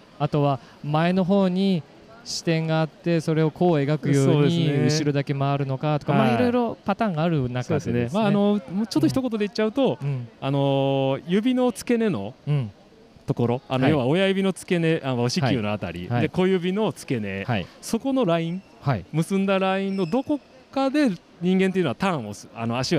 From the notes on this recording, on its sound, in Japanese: サイクルモードTOKYO2023特集。初の突撃ブース訪問 音で楽しむサイクルモード。収録地：東京ビッグサイト サイクルモード東京2023 会場内。